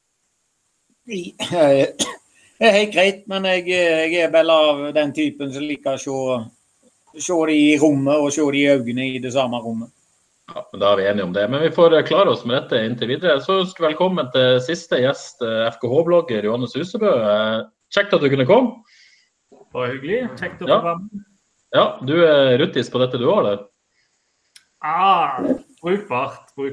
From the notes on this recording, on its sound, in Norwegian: tatt opp på videosamtale - koronastyle.